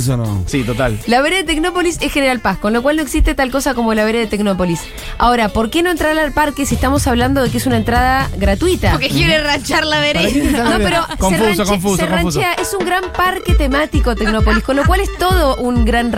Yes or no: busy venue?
yes